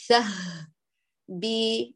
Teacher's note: في الهاء تنتبه لتقريب الوتران والإتيان بالصوت الهاء جاريا